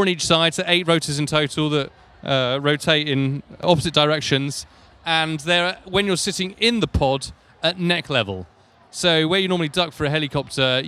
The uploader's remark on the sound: Live From The Guangzhou Autoshow